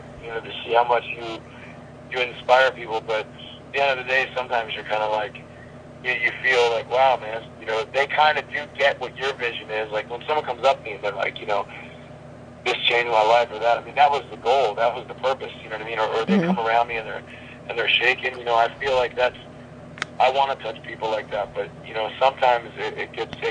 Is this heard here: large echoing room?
no